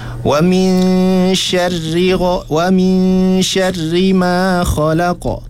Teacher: sekiranya ra itu ada syaddah, maka cuba untuk kurangkan getaran yang berlaku untuk huruf ra